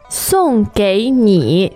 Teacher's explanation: Now, let's look at the tone. So it's fourth tone. And third and third.